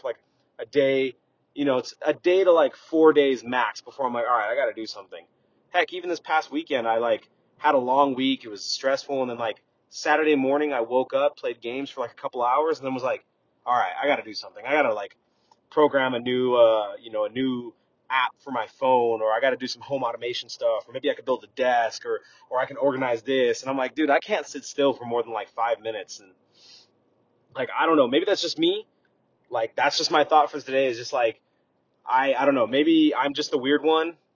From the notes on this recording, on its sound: Straight from the car! No editing involved in this episode, straight from the phone to you!